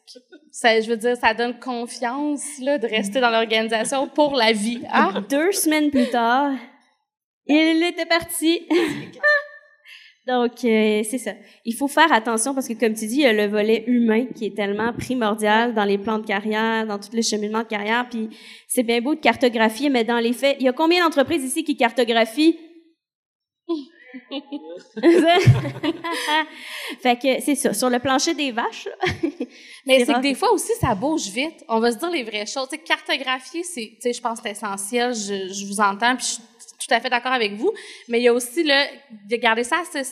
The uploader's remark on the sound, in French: Live devant public. Enregistré en «live» devant public.